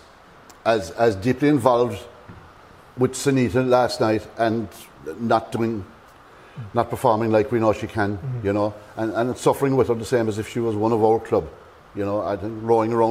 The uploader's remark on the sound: Live from Skibbereen Rowing Club!